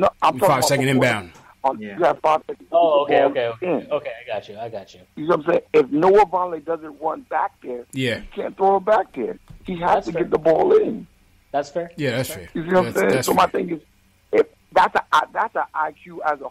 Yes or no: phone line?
yes